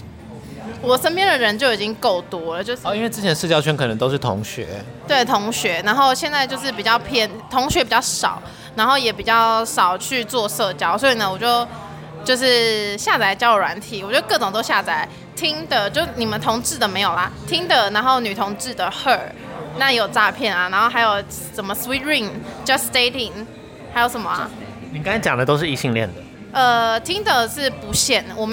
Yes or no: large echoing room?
no